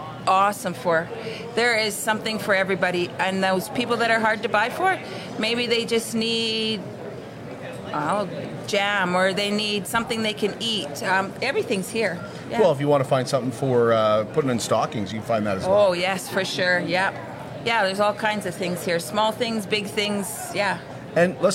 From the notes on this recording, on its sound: go live from the Border City Farmers Market "Christmas Market" at the Servus Sports Center